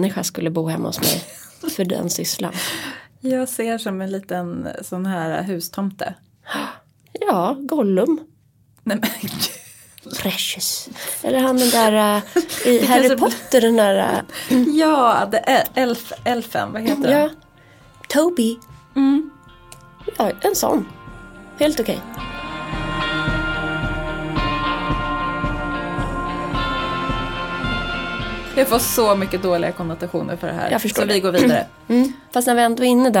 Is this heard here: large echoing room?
no